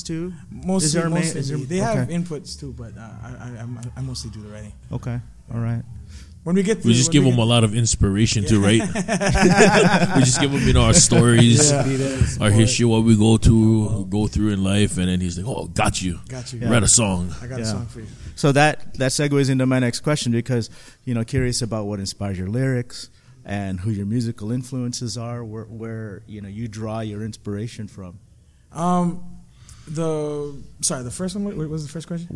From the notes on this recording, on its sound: we chat backstage before a sold out crowd at The Aging Room in Long Beach, Ca